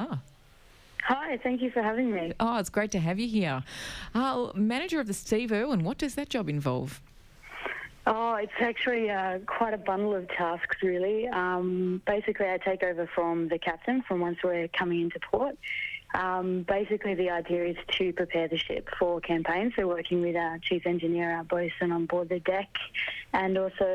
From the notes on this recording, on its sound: on the phone